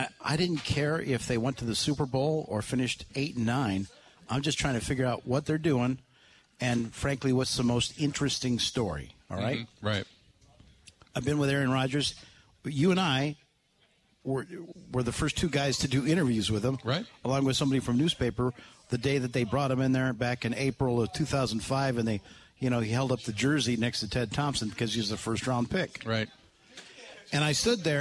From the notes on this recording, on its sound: live from the Root River Center in Franklin